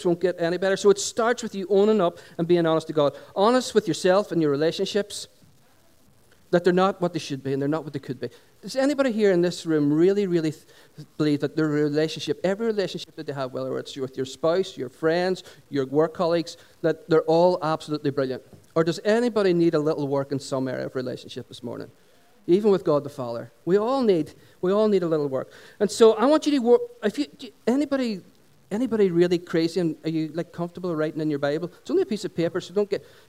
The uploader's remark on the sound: Recorded on 26th June 2016 at our Sunday Celebration held at Dungannon Integrated College.